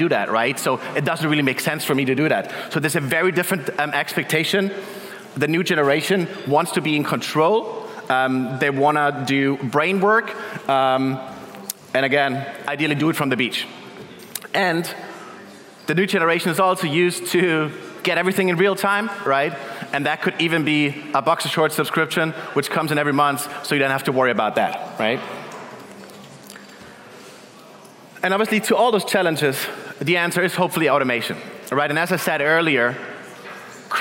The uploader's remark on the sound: Keynote at our CoCoCoCo Main Stage, powered by Duetto.